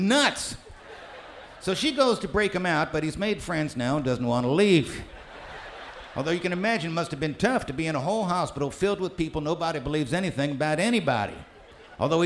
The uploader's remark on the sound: Newport Folk Festival 2009.